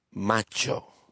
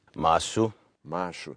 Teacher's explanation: CH in Portuguese always sounds like an SH. · Shown in: second take